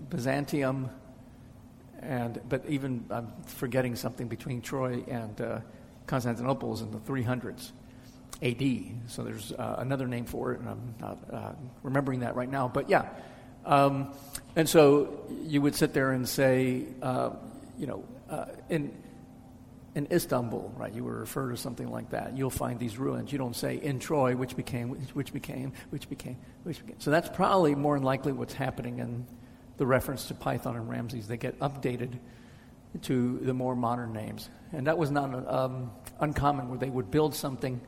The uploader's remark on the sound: answers questions from the audience